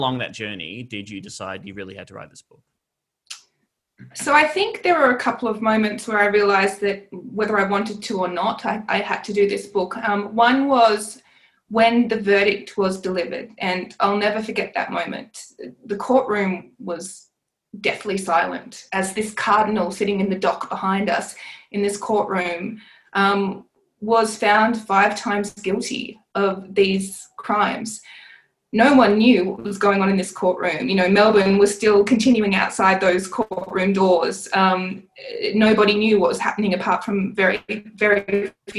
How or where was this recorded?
video call